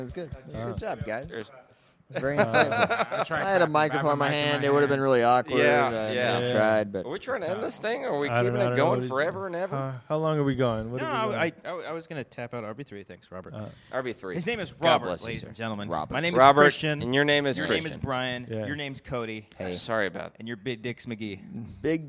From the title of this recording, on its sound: We Got Drunk at Comic-Con 2018 & Started Recording